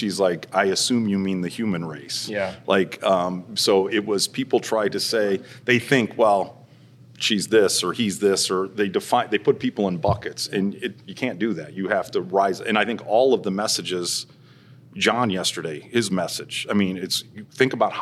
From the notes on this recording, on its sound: EXCLUSIVE from ONE Summit 2024. Live from the Venetian Hotel in Las Vegas, NV.